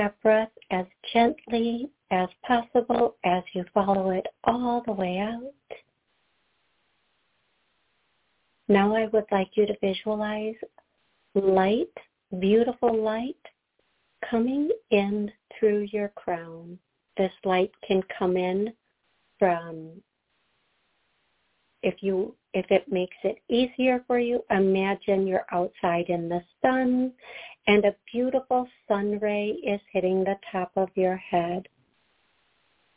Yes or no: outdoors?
no